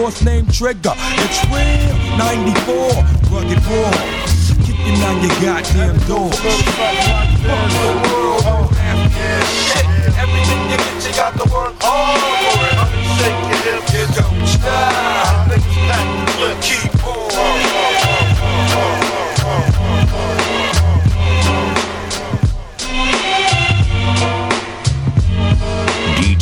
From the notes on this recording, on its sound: This edition of the RVC LIVE from th HAUS OF ART